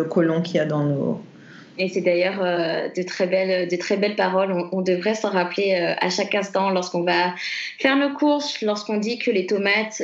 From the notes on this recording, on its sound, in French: Nous avons enregistré via Skype